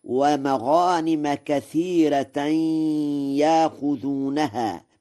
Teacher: بترقيق الراء في كثيرة وإبدال الهمزة حرف مد من جنس حركة ما قبلها في يأخذونها وصلا ووقفا، والترقيق لغة من لغات العرب.